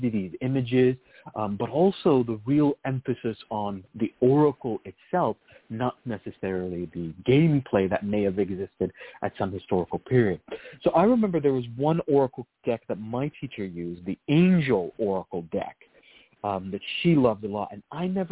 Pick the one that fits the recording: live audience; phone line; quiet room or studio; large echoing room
phone line